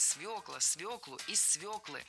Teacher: Правильный вариант – свекла, свеклу, из свеклы. В этом слове должна быть «ё», и нельзя ее заменять, и переносить ударение на окончание тоже не следует.